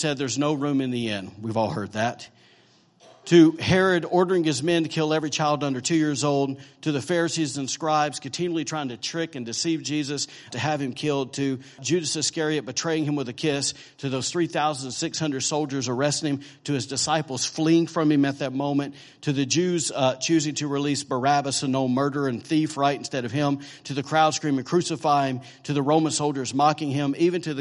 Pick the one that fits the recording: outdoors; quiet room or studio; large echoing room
large echoing room